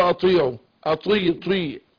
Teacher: عايزين نفخم الطاء شوية عشان ما تبقاش تاء